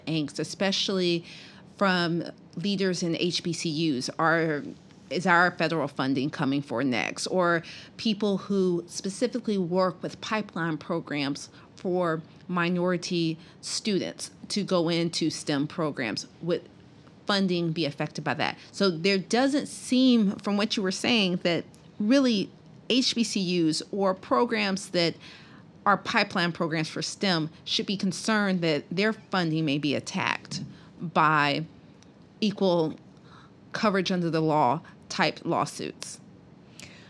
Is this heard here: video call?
no